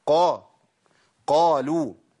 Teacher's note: القاف لما تكون مفتوحه تبقى في اعلى مراتب التفخيم، تبقى قا قالوا، ما اقولش قالوا قالوا قا قا قا.